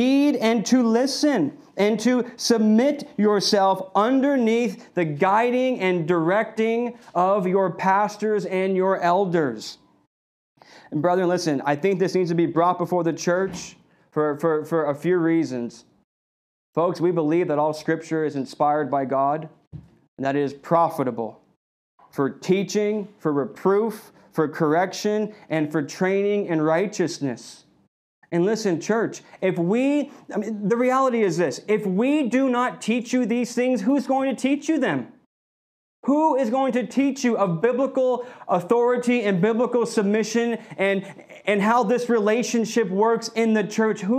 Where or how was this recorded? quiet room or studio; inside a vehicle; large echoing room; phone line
large echoing room